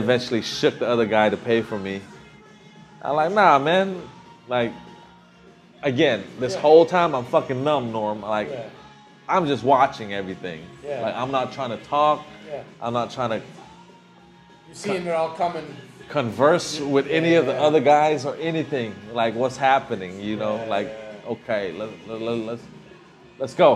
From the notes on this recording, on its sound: We reunite in Phnom Penh, sitting down in a corner of a bar tucked away in an alley to talk about his story, live from the Kingdom of Cambodia.